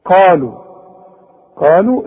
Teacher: القاف من اعلى حروف التفخيم وبعدها الف والالف من الايه الندود الطبيعيه قالوا واللام برضه جات لك بعدها